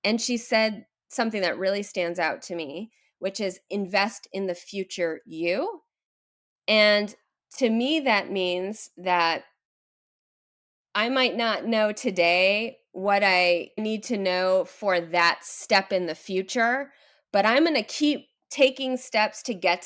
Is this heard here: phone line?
no